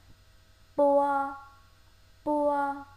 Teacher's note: Đầu tiên, bua, bua, giống với chữ bờ ở trong tiếng Việt của chúng ta. Bua, bua, nó giống như chữ bờ nhưng mà có một chút bật hơi mạnh